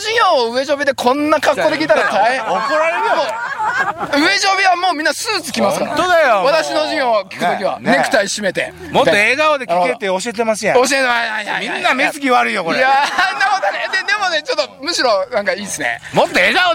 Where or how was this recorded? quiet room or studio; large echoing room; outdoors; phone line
outdoors